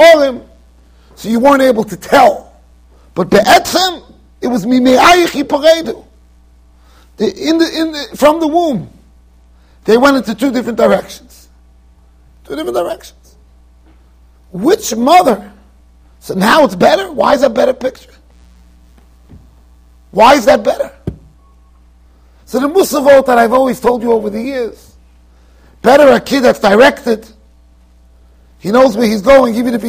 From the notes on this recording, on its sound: Shiur recorded in Yeshivas Ohr Reuven, Monsey NY.